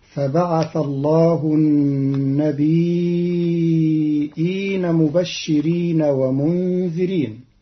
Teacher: قرأ قالون كلمة النبيين بتخفيف الياء ساكنة مع همز بعدها تبعا للأصل